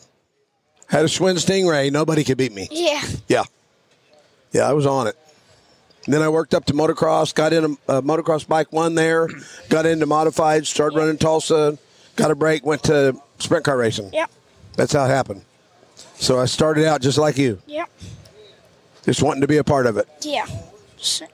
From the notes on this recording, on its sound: From the 36th annual Chili Bowl Nationals. Does a pit walk to catch up with drivers for some fun and random interviews.